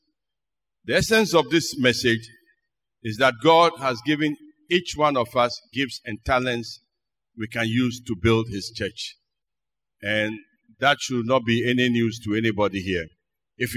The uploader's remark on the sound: Sermon preached at CBC Shiashie Campus